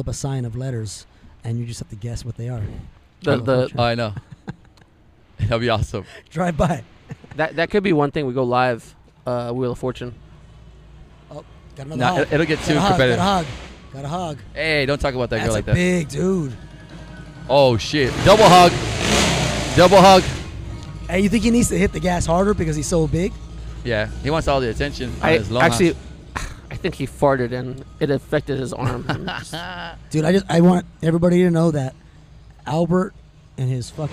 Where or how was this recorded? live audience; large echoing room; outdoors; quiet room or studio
outdoors